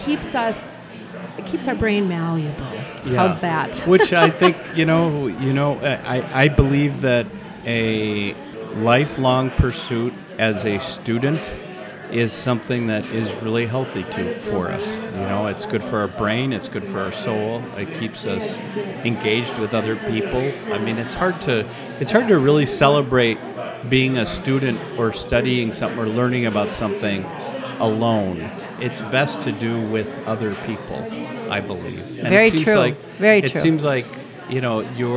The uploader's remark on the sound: This special episode was recorded, live, in house at Rustica Bakery Edina.